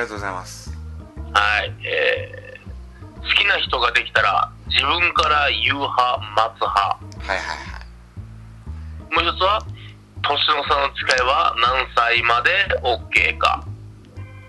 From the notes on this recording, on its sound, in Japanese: アイフォーンでの電話収録